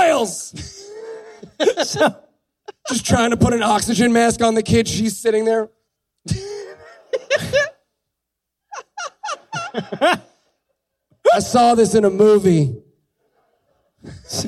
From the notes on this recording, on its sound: Live from the American Atheist Conference in Cincinnati. We team up live in Cincinnati, Ohio from the American Atheist Conference.